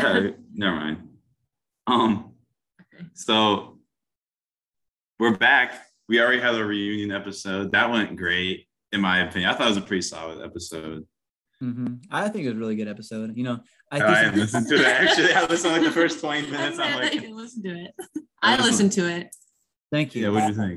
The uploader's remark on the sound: Sorry about it being short and poor audio we did it through zoom.